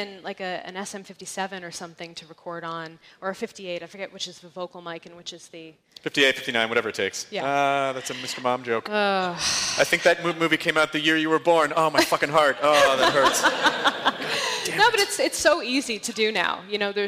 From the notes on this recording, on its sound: Recorded live at the California Academy of Sciences for SF Sketchfest! This was done in the African Hall amidst a collection of animal exhibits. Also, the audio is screwy. We only had access to docent head-mics and they don't record well.